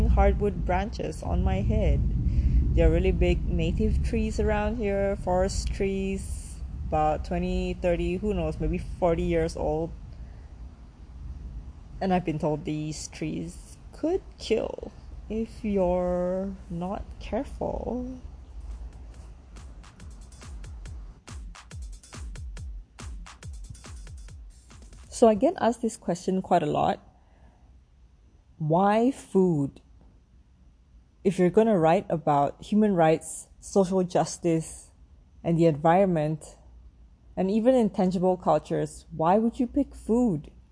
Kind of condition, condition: fault, background noise